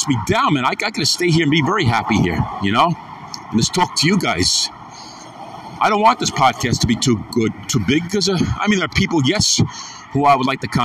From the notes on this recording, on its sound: Afternoon walk n talk.